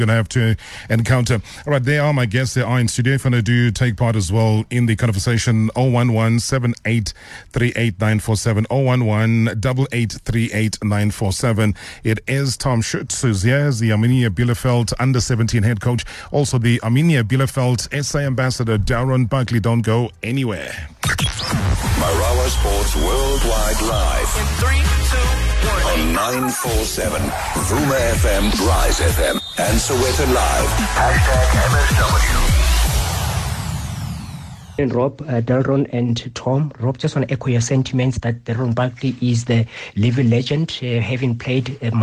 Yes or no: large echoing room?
no